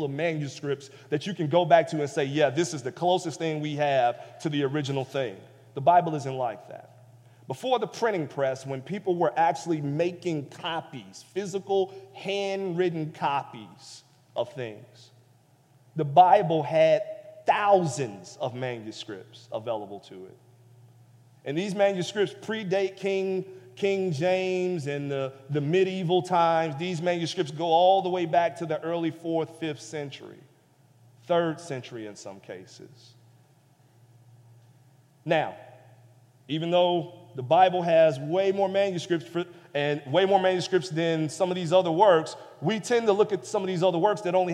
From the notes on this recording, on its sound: This is the full collection of sermons preached at City Light Church in Vicksburg, MS.